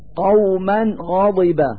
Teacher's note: قوما غضب، فالفتحتان على الميم من كلمة قوما هو التنوين الذي يظهر في اللفظ نونا ساكنة لوجود حرف الغين بعده · Term: إظهار التنوين